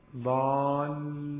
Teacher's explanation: فالألف يمدها واللام يمدها، يمدها لأنها هي لامين وليست لام واحدة